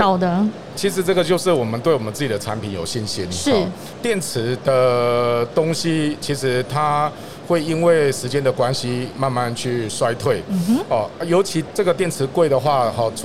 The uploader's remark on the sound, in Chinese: 2021 Energy Taiwan智慧能源週-Live Podcast